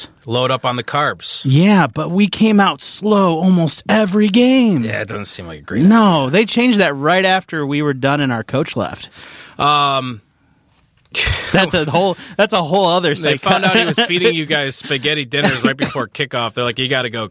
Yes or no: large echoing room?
no